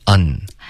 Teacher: 别用后鼻音，要顶舌尖